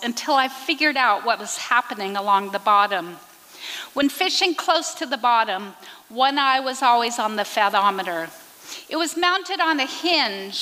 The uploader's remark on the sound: recorded at the Liberty Theatre in Astoria, OR